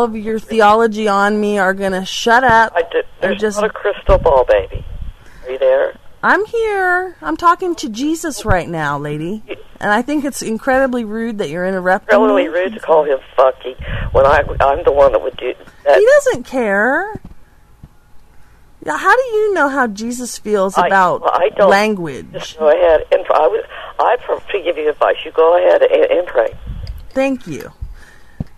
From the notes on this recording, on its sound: Prank Phone Calls